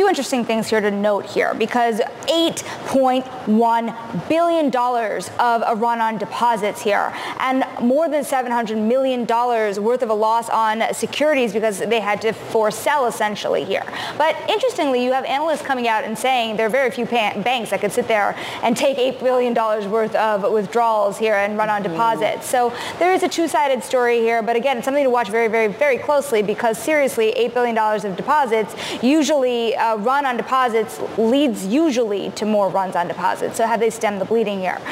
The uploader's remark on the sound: live from CES in Las Vegas